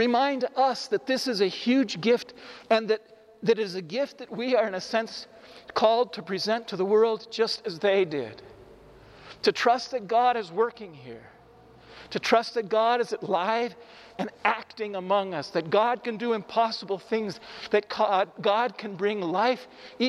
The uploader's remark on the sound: This homily was recorded in the Iglesia San Francisco in Cuenca, Ecuador. The audio is not the greatest because of the echo in the church.